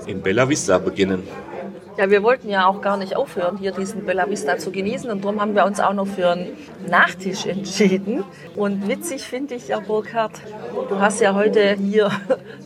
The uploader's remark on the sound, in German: Mit einem leichten weißen Bombino im Glas und einem herrlichen Blick über das tiefblaue adriatische Meer berichten wir dir live aus einem Ristorante oberhalb von Tricase Porto.